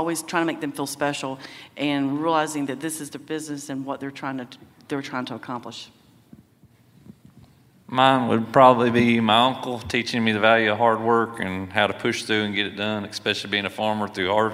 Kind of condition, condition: setting, busy venue